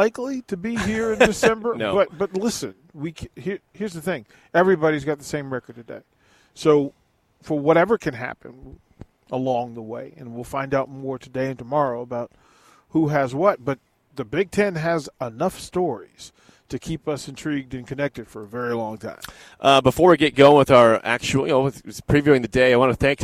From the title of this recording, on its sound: LIVE from BIG Media Days...